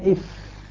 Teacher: هنا قال وحرف من أطراف الثنايا هي العليا، هي العلا، هي العلا مع ومن باطن السفلى، باطن الشفة السفلى. إذا وضعنا أطراف الثنايا العليا مع باطن الشفة السفلى قلنا إف، مع دفع الهواء إلى الخارج قليلا اللي هو الهمس، اللي هو الهمس يعطيني حرف الفاء من الشفتين.